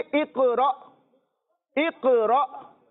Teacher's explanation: अब देखिए काफ में जो हम झटका दे रहे हैं, ये इस वजह से कि यहां कलकला का कायदा लग रहा है, काफ हुरूफ़े कलकला में से है और इस पर जजम आ रही है, और हुरूफ़े कलकला जब साकिन हो तो कलकला खूब जाहिर होता है